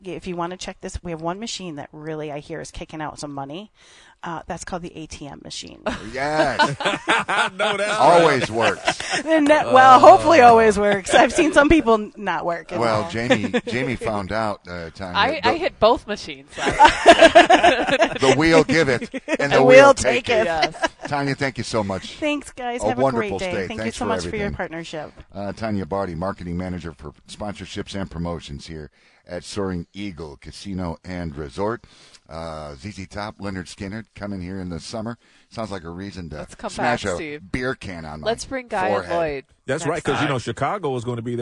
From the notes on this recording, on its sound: Live from Soaring Eagle Casino & Resort for a special edition of The WJR Sports Book.